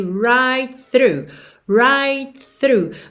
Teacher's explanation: você já junta o T de right no TH do through